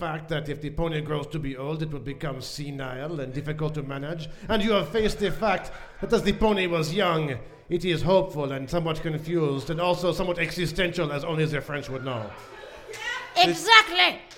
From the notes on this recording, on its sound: Recorded live at 50 Mason Social House.